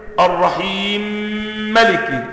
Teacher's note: الرحيم مش هتقول الرحيمي، لا الرحيم سكنتها وتدغمها فيما بعدها · Term: غنة